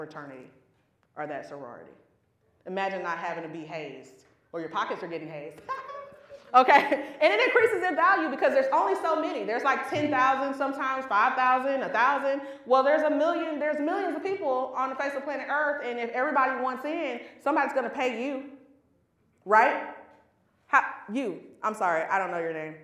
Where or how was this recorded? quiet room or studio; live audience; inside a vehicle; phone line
live audience